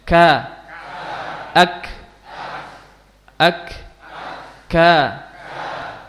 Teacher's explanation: pangkal lidah itu menyentuh antara kedua langit-langit. Ya. Jadi di tengah-tengah antara langit-langit lunak dan langit-langit keras. · Term: huruf kaf